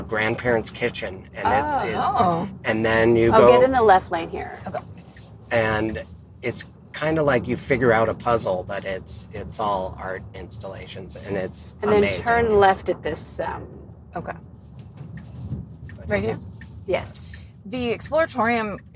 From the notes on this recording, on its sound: In the Car.